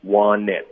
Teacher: want 的特我们会彻底的省略， want it 就连读到 it 了， wantit，然后 it 的特也省略，所以就变成 wantit，it，这需要一个干脆停顿。后面呢 to 如果读成 ta